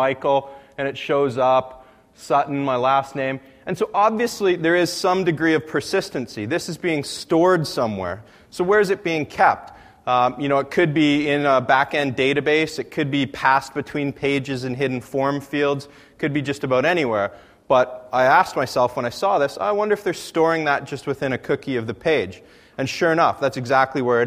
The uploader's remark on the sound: AusCERT presentation. The following is a recording of a presentation.